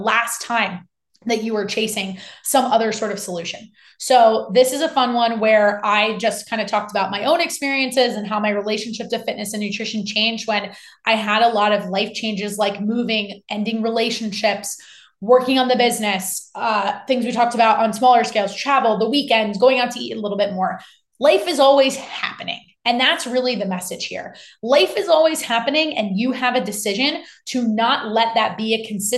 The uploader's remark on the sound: One of The Fitness FYX 1:1 Tuesday night group coaching calls, where the entire 1:1 client community joins us on Zoom to discuss a different topic every single week.